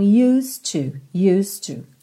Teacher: Você não fala used, esse é não é pronunciado. E o de já faz um som ligadinho no T do to